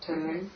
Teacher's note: The tarun ends in a dental nakara